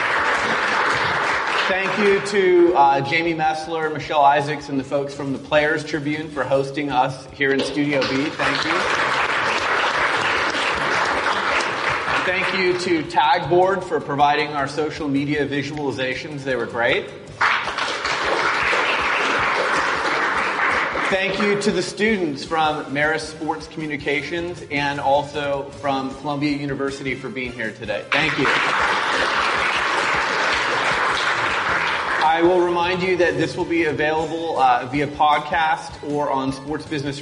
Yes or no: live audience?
yes